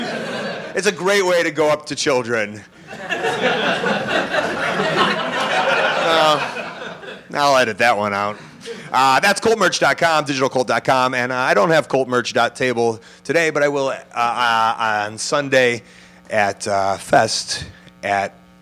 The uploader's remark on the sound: Gainesville LIVE. Live from FEST in Gainesville, FL.